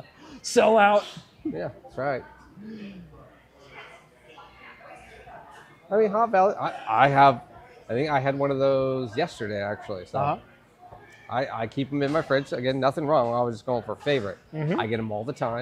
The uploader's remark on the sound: LIVE from LEVEL BREWING in Portland!